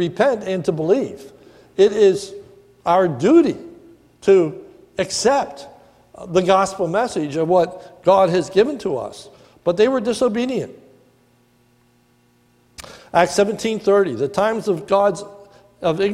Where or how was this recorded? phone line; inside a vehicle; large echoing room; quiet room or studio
large echoing room